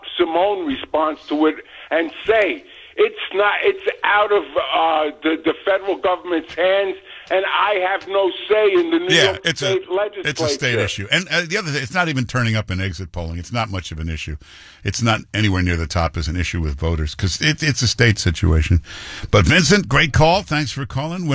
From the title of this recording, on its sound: Takes Your Phone Calls